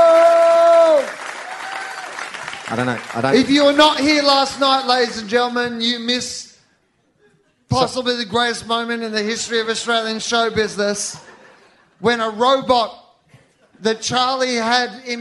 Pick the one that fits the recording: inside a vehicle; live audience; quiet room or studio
live audience